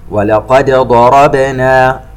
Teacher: نظهر الدال ونقلقلها ولا نضغمها